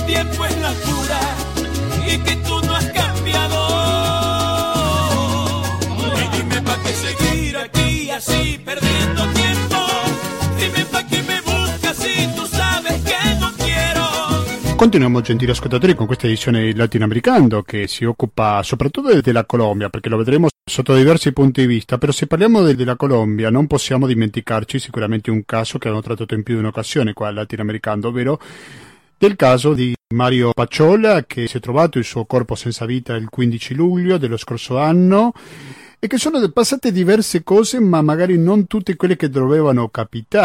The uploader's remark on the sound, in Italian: Al telefono. Poi ci colleghiamo con la comunità di pace di San José di Apartodó, in Colombia.